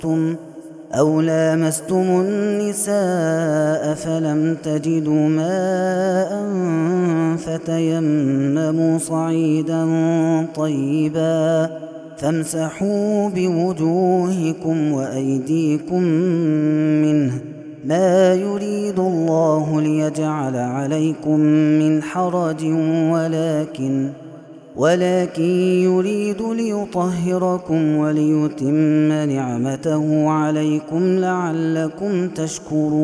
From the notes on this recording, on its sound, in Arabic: هذا التسجيل من صلاة التراويح